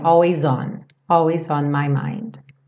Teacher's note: always junta com on e o S ganha um som de Z